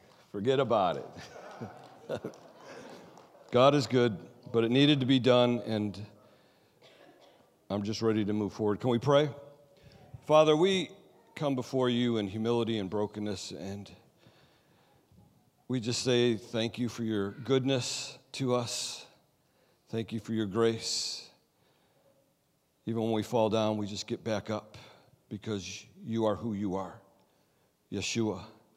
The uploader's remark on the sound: Sunday Service Recording